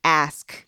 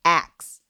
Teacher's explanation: The linguistic term for this is metathesis, where you invert two sounds. · Shown in: second take